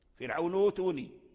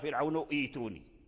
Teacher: الواو هذا ديال الذي سمعنا واو المد الطبيعي، ليس نمد النون من فرعون، لا، لأن فرعون ليس له واو، إنما هذا الواو الذي لفظنا به هو الواو المبدل ديال الهمزة الساكنة · Shown in: first take